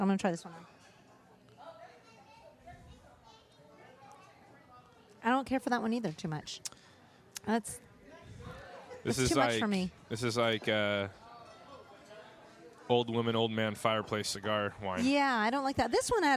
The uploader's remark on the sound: This weeks band comes to us live from the Mercy Lounge in Nashville TN.